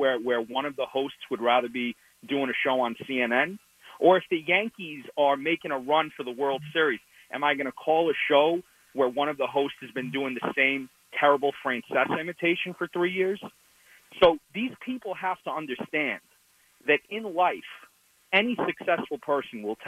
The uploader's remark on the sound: He spends the show talking to the callers, who were the backbone of his show. Some special guests also decided to call in.